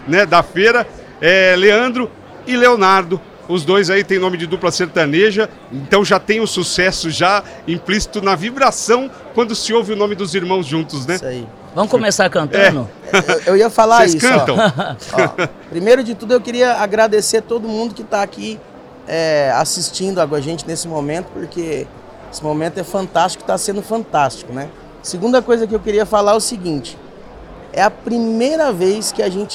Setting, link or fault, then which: setting, busy venue